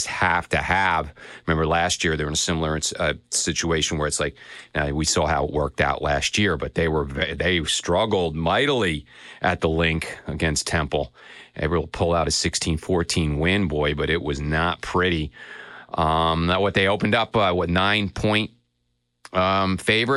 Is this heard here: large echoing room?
no